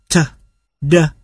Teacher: Sự tiếp xúc giữa đầu lưỡi với lợi khi phát âm t, d gây ra những tiếng nổ